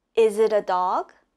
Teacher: the intonation goes up for the question